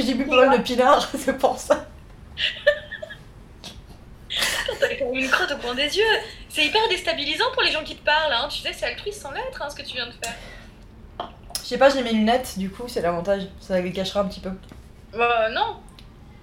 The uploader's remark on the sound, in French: Sorry pour les misophones.